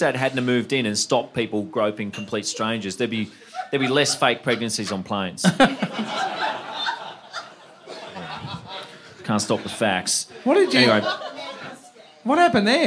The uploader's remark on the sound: LIVE IN BRISBANE. At the second of our sold out live shows in BrisVegas.